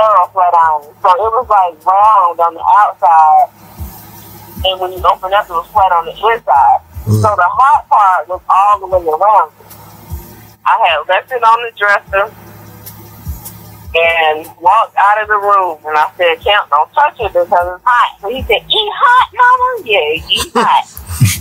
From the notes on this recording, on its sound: an exclusive live call